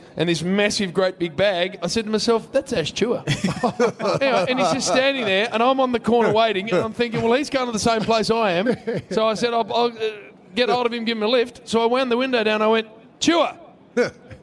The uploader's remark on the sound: The grand final edition of the Saturday Rub live on site at the MCG.